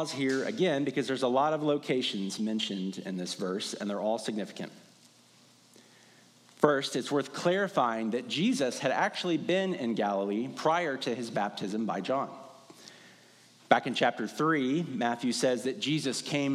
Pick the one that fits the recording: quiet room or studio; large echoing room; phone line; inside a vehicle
large echoing room